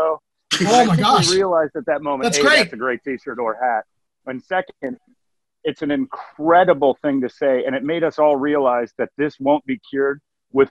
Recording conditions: video call